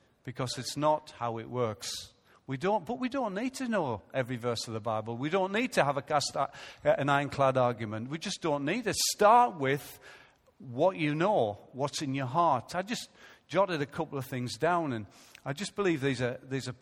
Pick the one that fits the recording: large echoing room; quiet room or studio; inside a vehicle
large echoing room